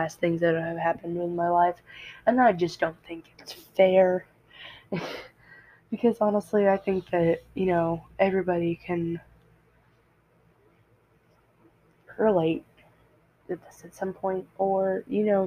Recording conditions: poor microphone